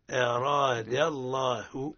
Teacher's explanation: الهمزة مرققة والراء مفخمة